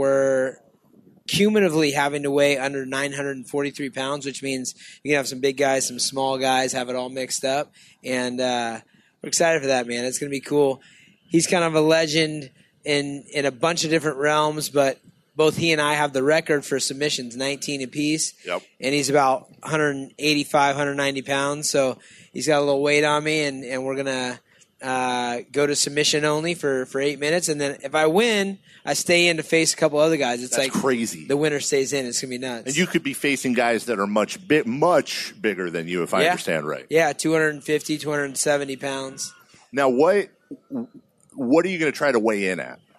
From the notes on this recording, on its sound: Live At Sports Fest.